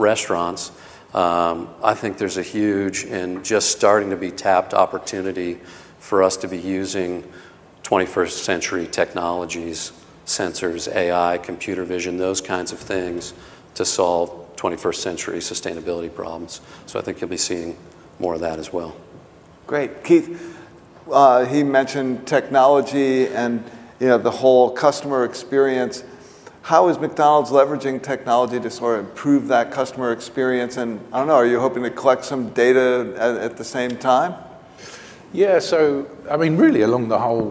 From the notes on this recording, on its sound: The best of live interviews from GreenBiz events.